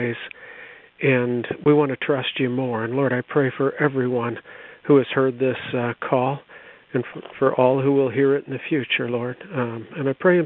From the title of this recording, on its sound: CONFERENCE CALL